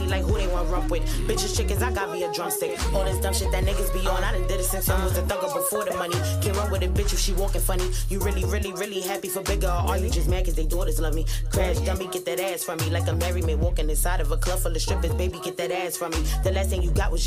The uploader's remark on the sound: live at the Military Grind Ten Tape Concert